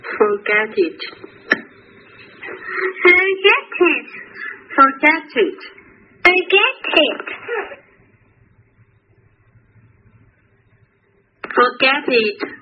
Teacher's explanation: 卷舌音在第一个音节上，第二个音节上是没有的